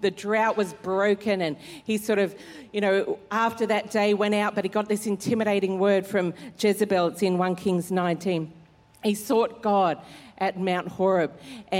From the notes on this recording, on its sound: Recorded during our 9am service on Sunday, the 16th of July 2023.